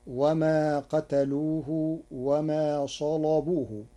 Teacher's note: قرأ ورش كلمة صلبوه بتغليظ اللام لوجود صاد مفخمة قبلها